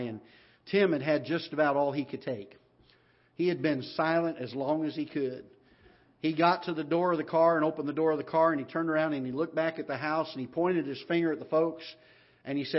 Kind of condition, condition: setting, large echoing room